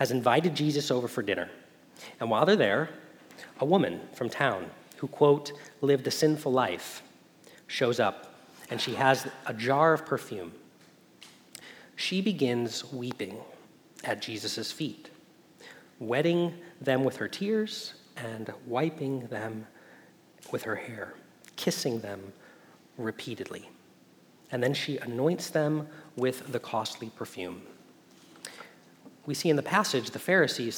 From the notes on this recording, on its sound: Message Preached at Valley Creek Church